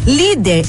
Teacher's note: Na língua portuguesa, toda palavra paroxítona terminada em R é acentuada. Líder é uma palavra paroxítona, porque tem a penúltima sílaba tônica.